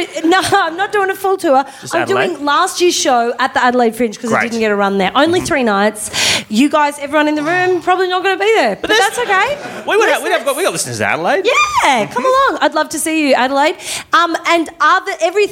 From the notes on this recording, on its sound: Recorded Live at Improv Theatre Sydney.